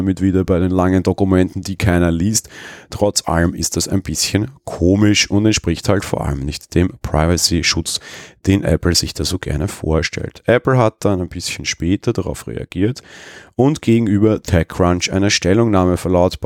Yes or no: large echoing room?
no